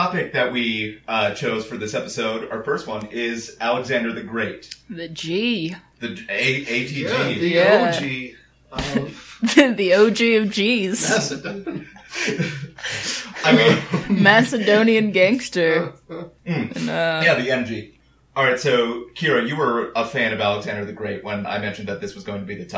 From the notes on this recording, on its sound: Apologies for the uneven audio quality.